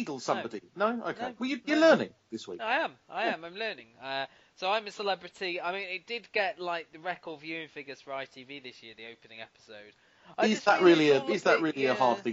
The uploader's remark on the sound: Pub Podcast. Due to the recording software used the bulk of the podcast is very quiet.